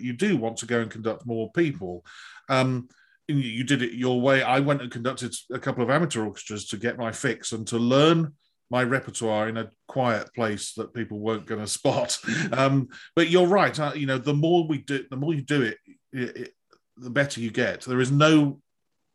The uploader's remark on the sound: This interview was recorded on 18th August 2021 via Zoom.